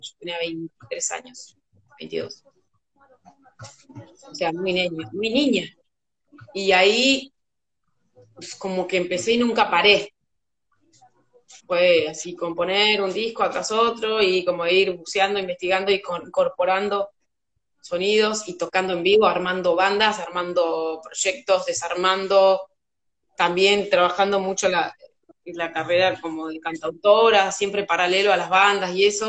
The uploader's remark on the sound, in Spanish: Audio extraído de IG LIVE